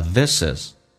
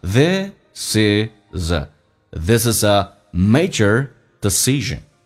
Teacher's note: This 跟 is 有连叫 thisis， is 跟 a 叫 is，所以这三个单词连在一起叫 thisis